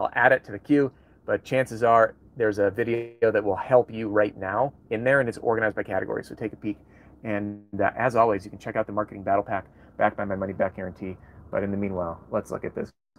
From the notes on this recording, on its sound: LIVE From Cheyenne. I'll be in the field today broadcasting LIVE from my van.